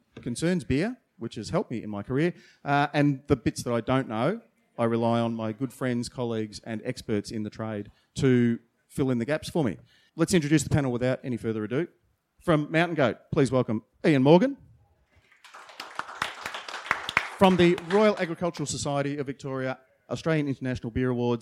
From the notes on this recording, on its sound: During the recent Good Beer Week in Melbourne, the Cryer Malt trade hub at BeerDeluxe was once again a focus for the brewing industry with a number of important trade discussions taking place. Brews News was able to be there to record some of these panels. This panel, held just hours before the Australian International Beer Awards presentation dinner.